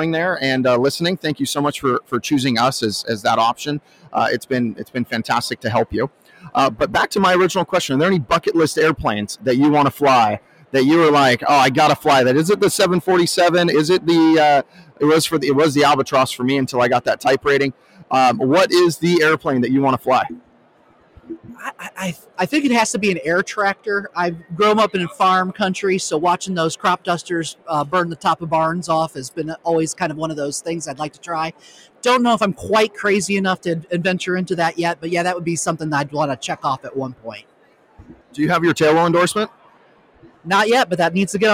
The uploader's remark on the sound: Broadcasting live from the Industry Expo for the Latino Pilots Association